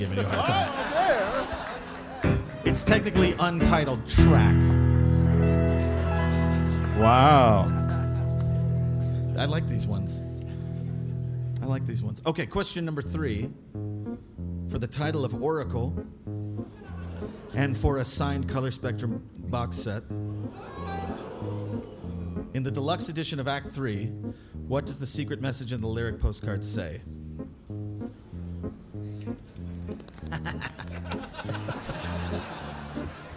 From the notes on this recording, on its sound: This episode was recorded at the Atlanta, GA stop of the Fossio et Satio tour!